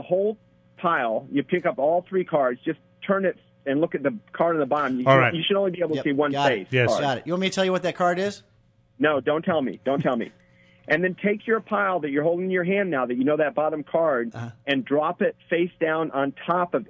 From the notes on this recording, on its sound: calls in from Japan